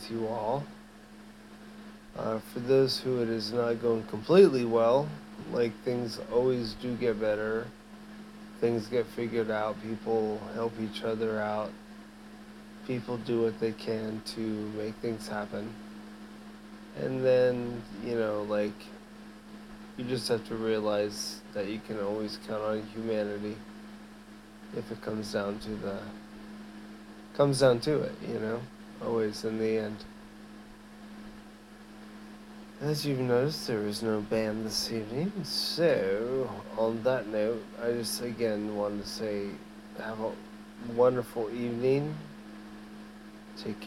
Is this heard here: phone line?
no